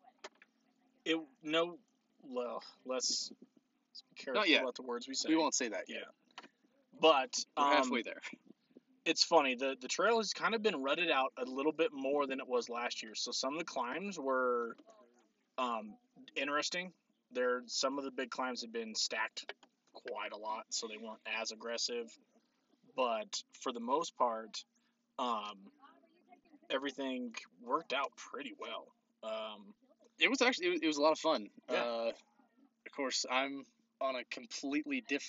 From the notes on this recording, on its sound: We recorded at the top of the world trail in Moab Utah.